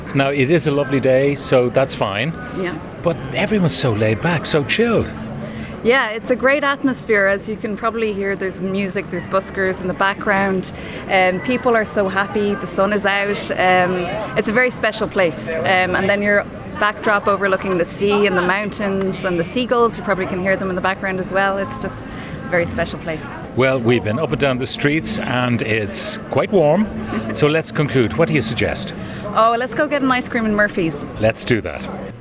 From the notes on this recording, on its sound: As we broadcasted live from The Galmont Hotel in Galway